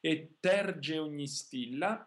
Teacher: Also in e terge, the T is a little stronger, because after the word E, we can always double the consonant.